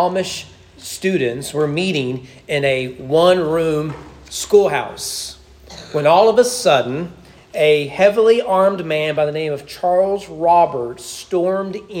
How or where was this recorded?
large echoing room